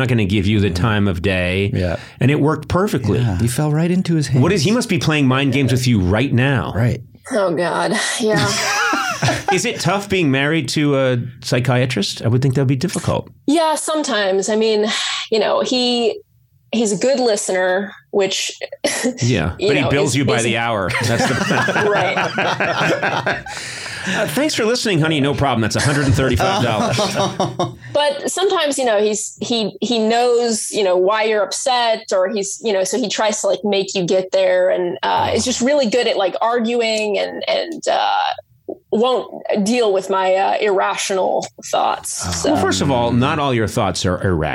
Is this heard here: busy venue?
no